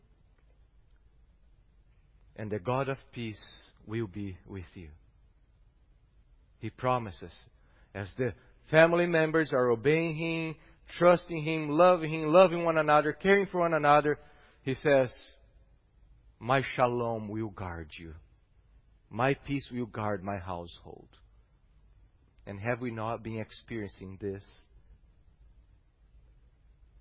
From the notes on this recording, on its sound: at Gracious Cross Reformed Church Salem, August 8th 2021